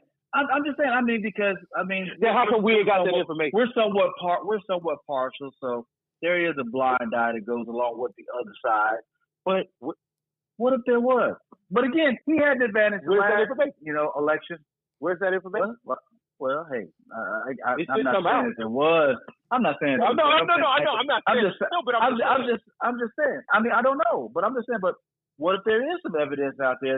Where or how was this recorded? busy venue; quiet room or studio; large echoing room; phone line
phone line